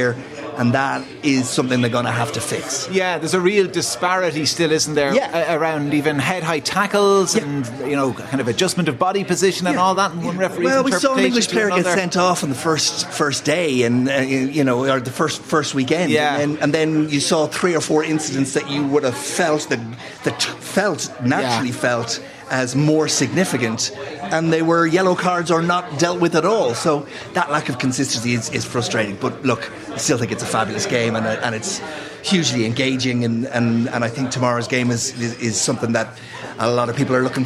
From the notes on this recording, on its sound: LIVE in The Bridge 1859 in Ballsbridge